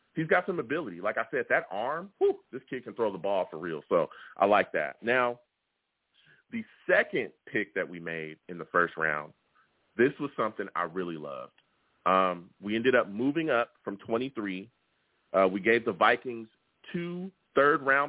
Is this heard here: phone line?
yes